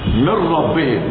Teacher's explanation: ده ادغام بغير غنه كامل، مفيش غنه خالص